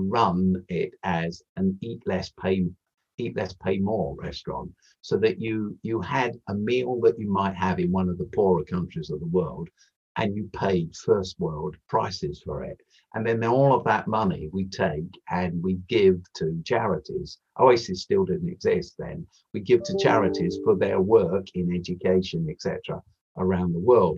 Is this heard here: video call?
yes